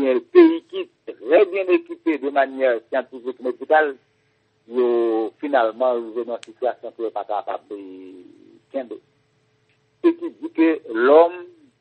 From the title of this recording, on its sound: Phone conversation